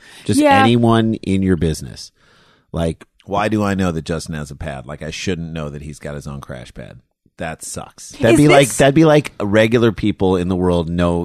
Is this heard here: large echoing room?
no